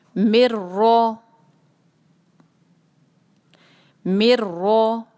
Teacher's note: را پہ ہے فتحہ، تو پھر ہم اس کو جو ہے بھاری ادا کریں گے، جس طرح پیچھے میں نے آپ کو بتایا اسی طرح را ادا کریں اور اس کو بھاری کریں.